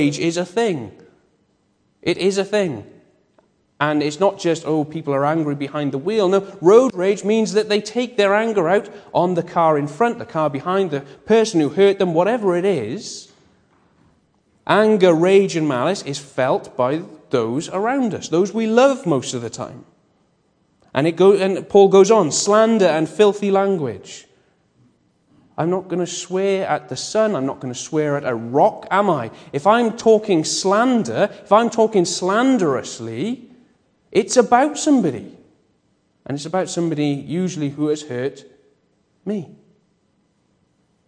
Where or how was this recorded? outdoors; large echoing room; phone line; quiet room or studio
large echoing room